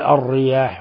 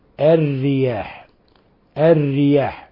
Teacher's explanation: لاحظوا أن الراء هنا كسرها لازم يعني مباشر، فلهذا لابد من ترقيق الراء · Shown in: second take